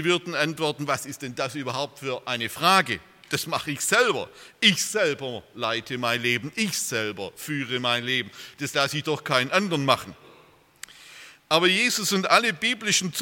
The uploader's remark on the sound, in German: aus dem Gottesdienst der Liebenzeller Mission